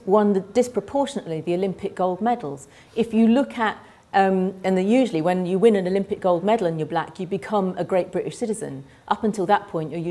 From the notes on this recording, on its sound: Keynote speech of the launch of the University of Oxford Race Equality Network